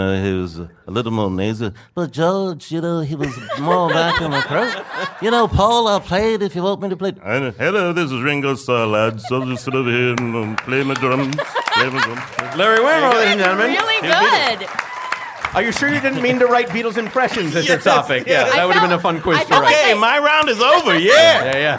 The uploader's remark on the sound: It’s the return of in-person live audiences on Go Fact Yourself ! This episode was produced in conjunction with KPCC and recorded live at the Crawford Family Forum in Pasadena.